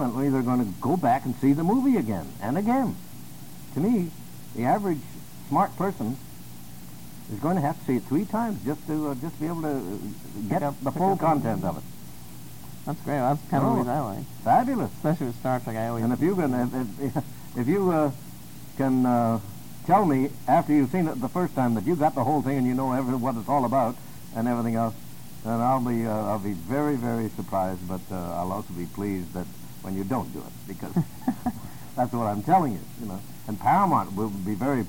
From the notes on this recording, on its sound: Sorry as the audio isn't the best. Interview is ripped from an audio cassette so only so much we could do.